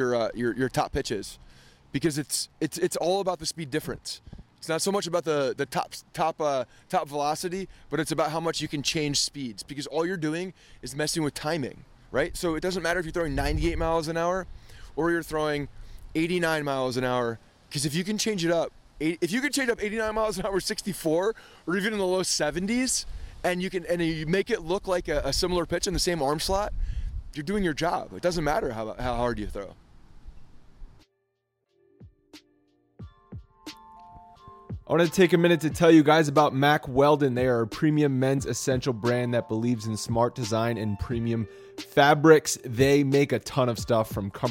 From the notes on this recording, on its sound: from outside Yankee Stadium